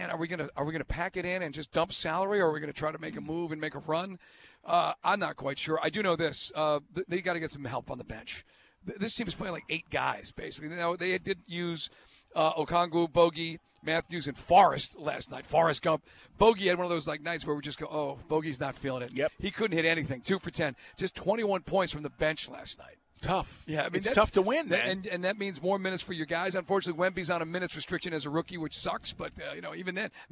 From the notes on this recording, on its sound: Joins the guys LIVE at the Benz.